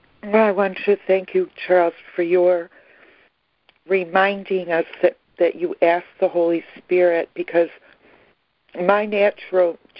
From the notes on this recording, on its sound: ACIM Daily Conference Call